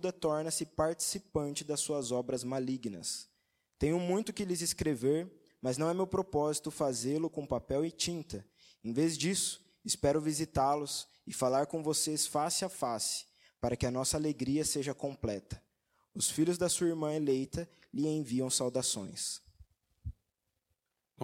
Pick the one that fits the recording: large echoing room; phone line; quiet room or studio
large echoing room